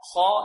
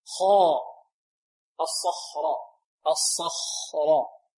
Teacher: خاء ننطقها بدون أن نضم الشفتين · Term: التفخيم